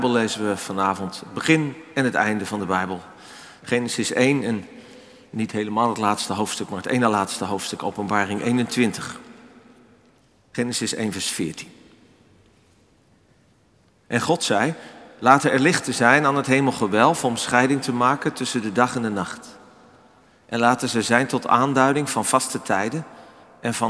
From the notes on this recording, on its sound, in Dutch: opgenomen op 11 februari 2024 in de Noorderkerk Amsterdam